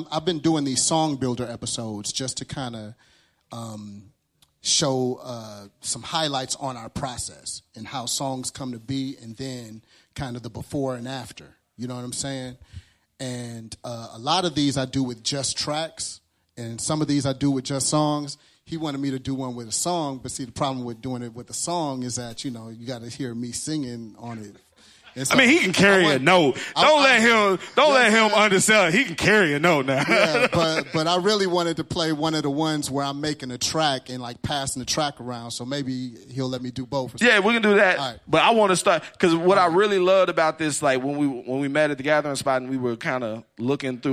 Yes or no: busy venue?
yes